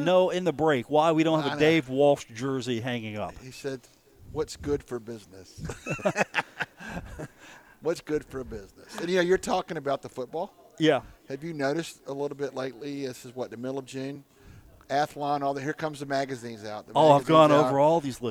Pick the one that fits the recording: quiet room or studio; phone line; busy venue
busy venue